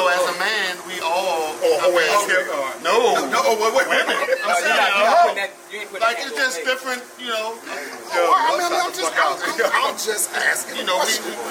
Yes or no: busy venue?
yes